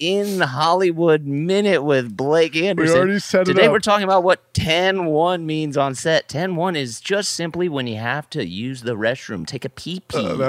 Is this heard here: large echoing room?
no